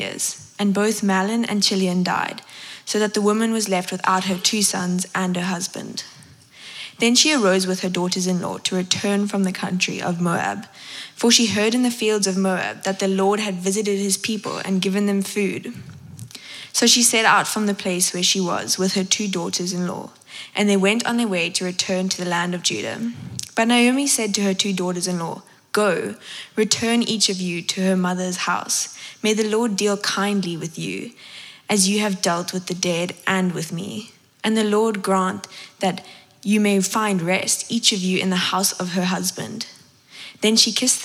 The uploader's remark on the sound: at Common Ground Church Rondebosch on the 15th of October 2023